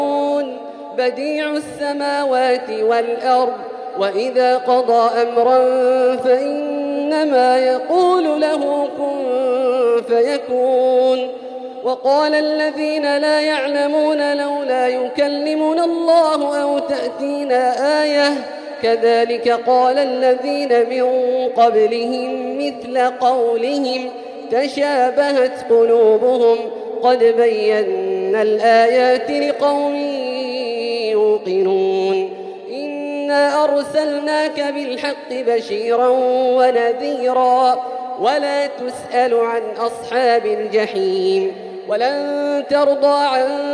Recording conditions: large echoing room